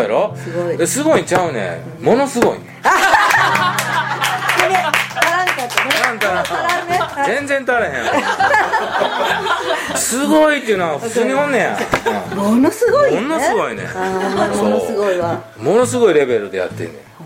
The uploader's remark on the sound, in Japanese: 今回のゲストは群馬県前橋市のヘアーサロンマルヤマにて。対談公開収録をいたしました。